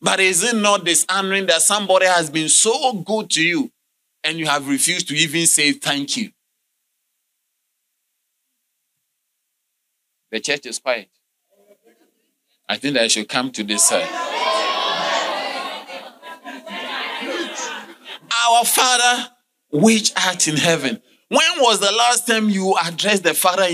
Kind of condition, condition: setting, large echoing room